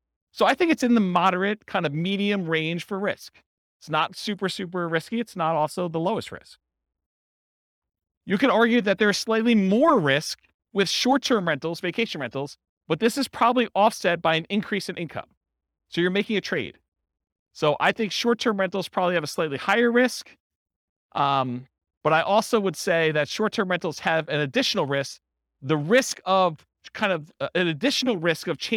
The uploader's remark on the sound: This was a live class recorded.